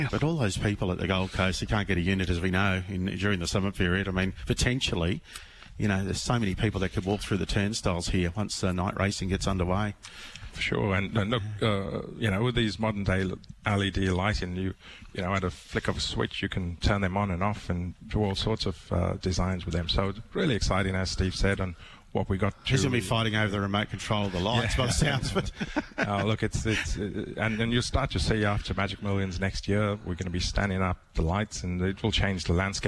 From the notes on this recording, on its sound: Broadcasting live from the Gold Coast Turf Club.